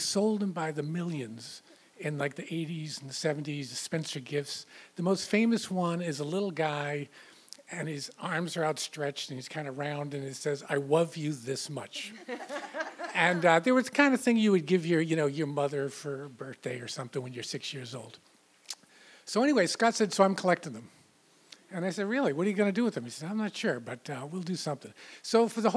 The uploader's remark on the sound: This event was recorded in front of a live audience on July 18, 2017 at Wellfleet Preservation Hall in Cape Cod, Massachusetts.